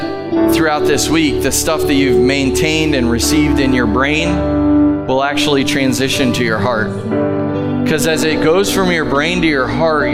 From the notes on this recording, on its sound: Live from The Summit Church in Dover, OH